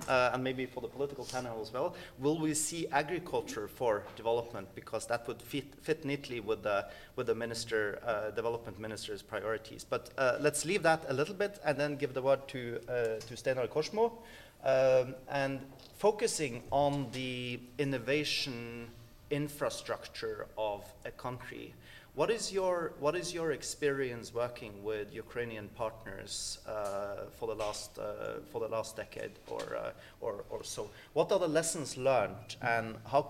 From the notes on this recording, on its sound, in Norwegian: live fra Stortinget